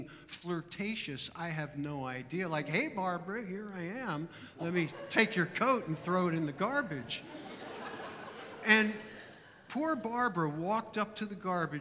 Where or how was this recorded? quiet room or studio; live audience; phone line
live audience